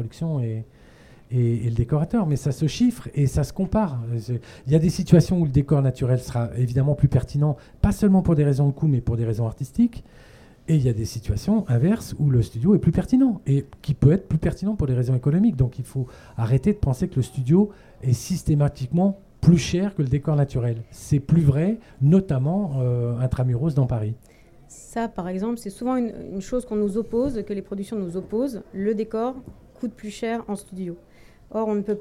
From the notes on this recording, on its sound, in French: CanneS Technique enregistré lors du 75ème Festival de Cannes sur le pavillon de la CST.